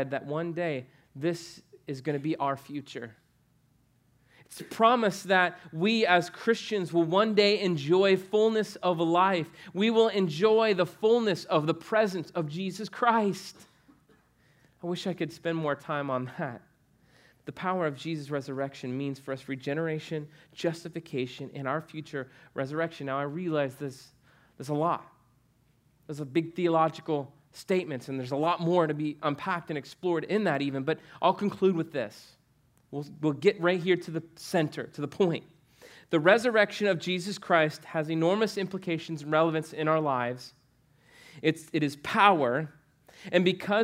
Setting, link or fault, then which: setting, large echoing room